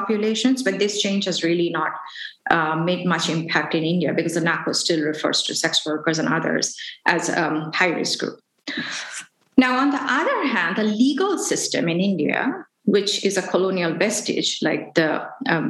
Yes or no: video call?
yes